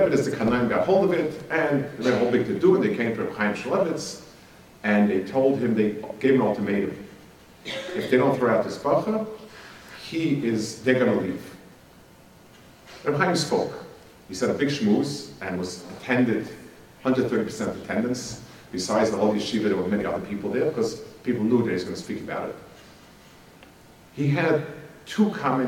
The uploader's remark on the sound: Delivered at a Madraigos event. Delivered at a Madraigos event.